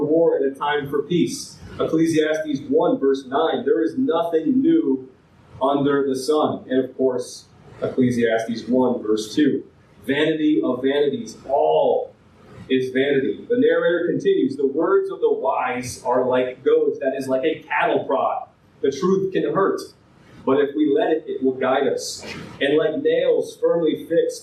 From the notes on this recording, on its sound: This file has damaged audio quality.